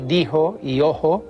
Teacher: aspiran también el antiguo sonido palatal fricativo She